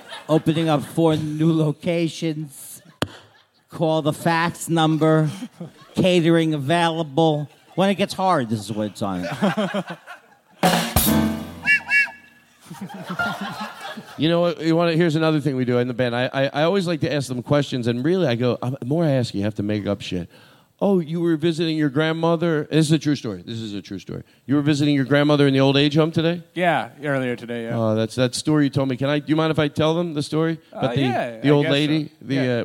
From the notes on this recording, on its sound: This episode is LIVE from JFL NorthWest.